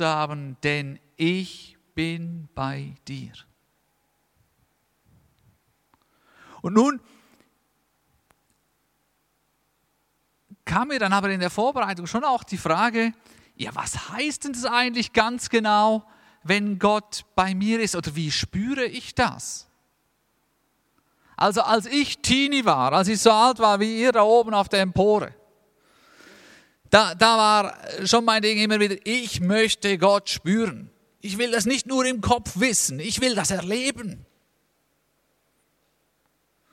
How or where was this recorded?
large echoing room